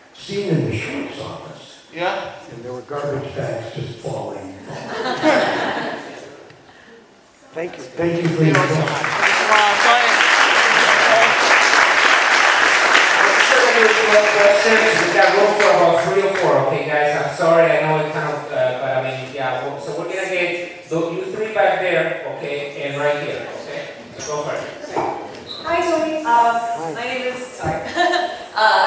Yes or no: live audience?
yes